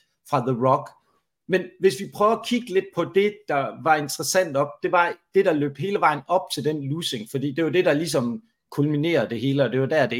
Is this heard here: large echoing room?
no